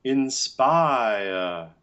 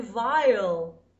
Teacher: Those are triphthongs because we have ah, the bright ah, followed by I, and then a schwa